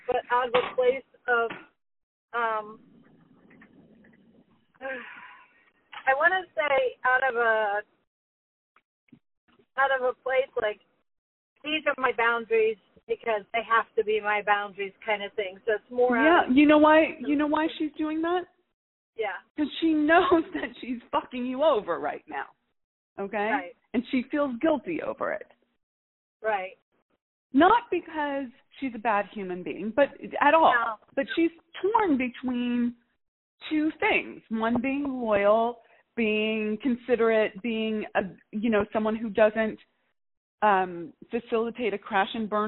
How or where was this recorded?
phone line